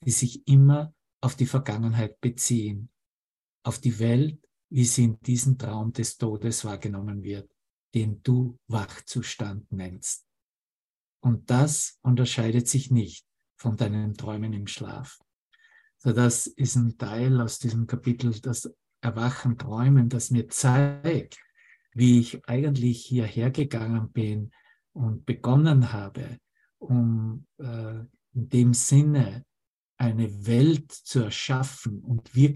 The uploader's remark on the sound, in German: Zoom-Session. Veranstaltet von der Aleph Akademie.